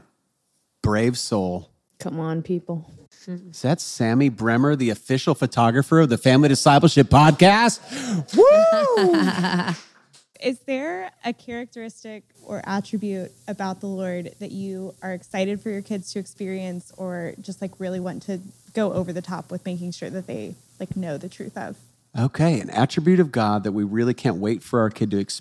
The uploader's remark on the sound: Live Q&A in Dallas. Answer questions from a live audience.